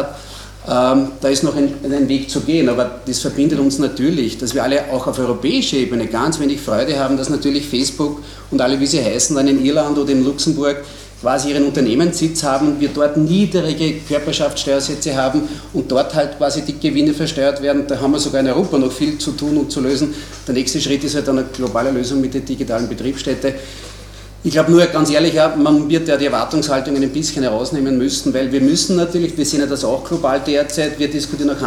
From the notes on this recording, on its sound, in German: Mitschnitte von der Veranstaltung von Mittwoch 11. In der Wiener Digital Society.